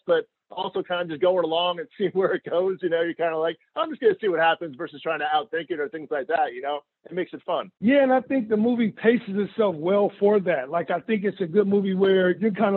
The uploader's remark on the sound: I hopped on the phone